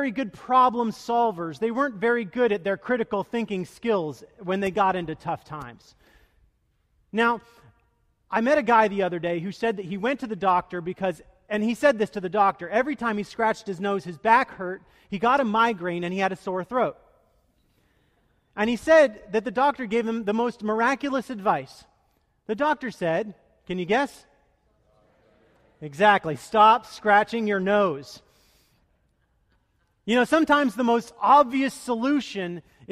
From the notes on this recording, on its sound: Delivered duruing the Traditional Worship service.